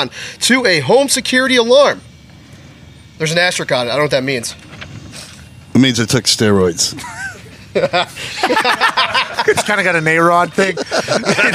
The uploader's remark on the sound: LIVE from Colts/Browns Training Camp. LIVE from Colts training camp as they welcome in the Cleveland Browns for a joint practice.